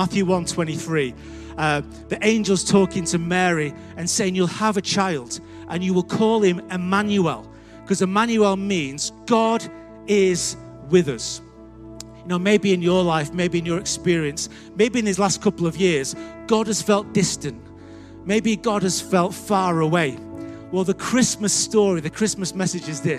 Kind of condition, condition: setting, large echoing room